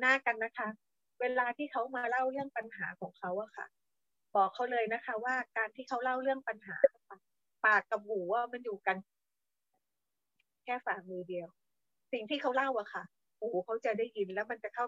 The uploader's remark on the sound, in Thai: ธัมม์Mind Live ผ่าน Zoom ประจำเดือนกันยายน 2565